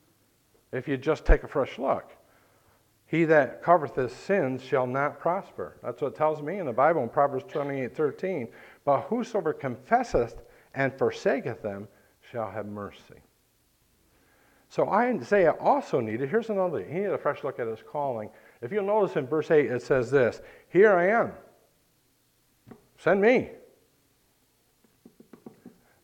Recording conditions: large echoing room